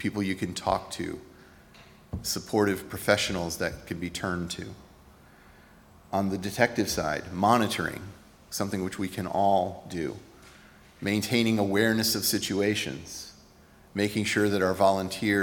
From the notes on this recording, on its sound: Recorded at Auckland Unitarian Church 4th February 2024